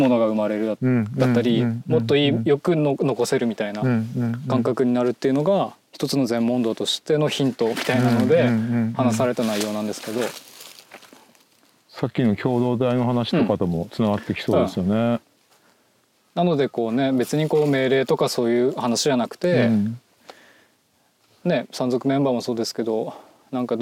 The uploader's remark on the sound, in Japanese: 森の中を歩きながらおしゃべりしました。気持ち良い秋晴れの森の中。